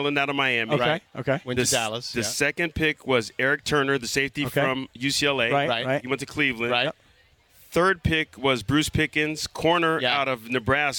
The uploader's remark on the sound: The show is live from Rams training camp